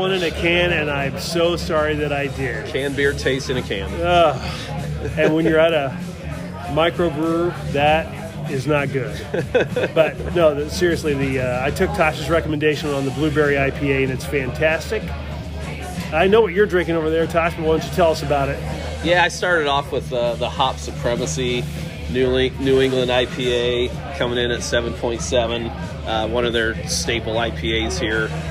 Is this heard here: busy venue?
yes